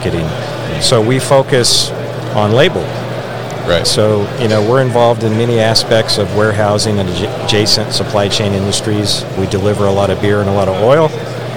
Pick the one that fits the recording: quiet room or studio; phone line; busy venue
busy venue